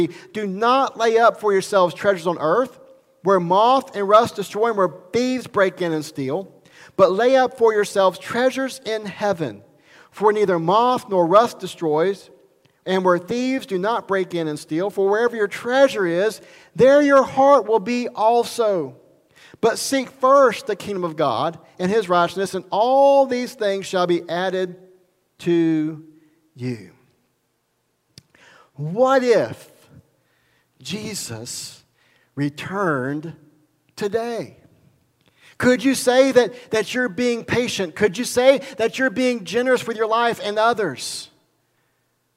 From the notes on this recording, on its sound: recorded at Highland Baptist Church, Molino, FL